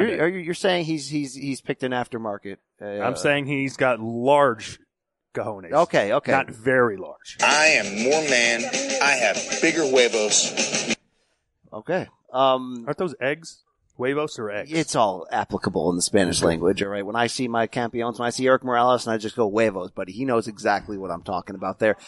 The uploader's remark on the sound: live at radio row for Dazn's historic matchup